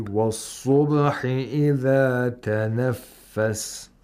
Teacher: If qalqala wasn't here, we would have to make a really abrupt pause on the ba, which would disrupt the flow of a recitation.